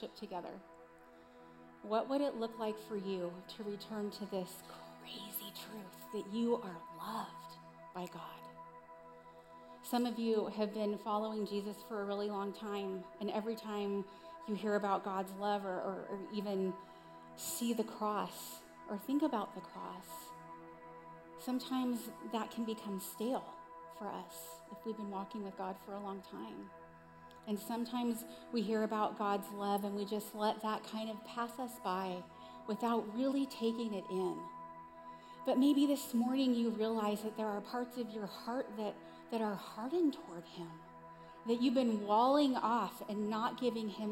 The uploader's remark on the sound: Recorded live at CrossWinds Church on April 02, 2023.